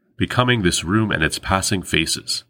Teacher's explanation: If we were to scan the line literally, we would end up with three iambs followed by a cretic. In line 6, we have two back-to-back anapestic substitutions in the second and third feet, plus a feminine ending